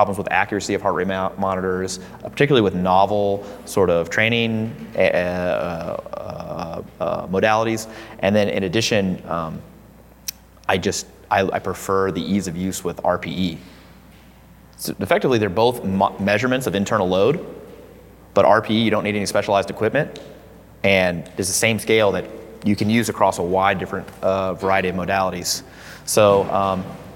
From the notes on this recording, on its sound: This was recorded January 5th, 2020 at Hybrid Performance Gym in Miami, Florida.